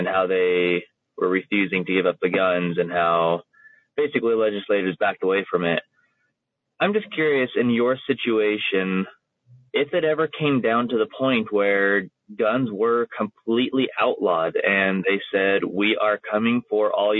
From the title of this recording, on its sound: Listener Calls